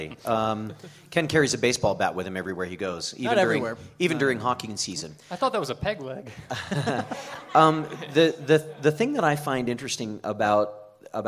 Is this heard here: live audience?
yes